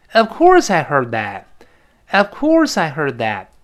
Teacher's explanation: 那这个最后 t 还是失去爆破，that 就好了